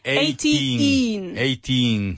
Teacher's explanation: you're putting in a Y sound and then an E sound